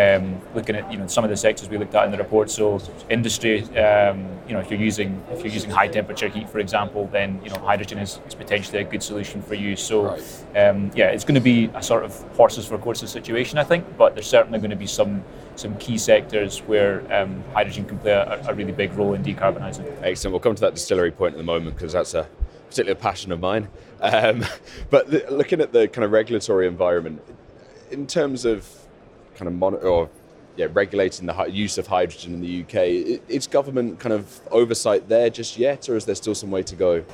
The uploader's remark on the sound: The Energy Voice team are at the All-Energy conference this week, the UK’s largest renewable and low-carbon energy exhibition and conference. Dropped by the Energy Voice stand to take part in a live podcast on day two of the All-Energy conference in Glasgow.